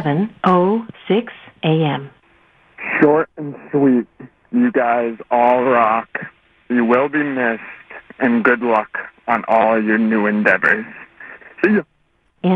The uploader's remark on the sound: listeners call in to say their final goodbye’s